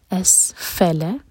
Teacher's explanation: سین پر سٹی والی آواز، اسفل فا اور لا ایک ہی گھر کا.